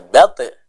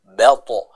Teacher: bukan dibaca belt tapi belto ya, lebih jelas ke vokal o · Shown in: second take